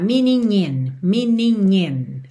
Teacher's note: interessante reparar que meaning in juntou com nhi, ni como um NH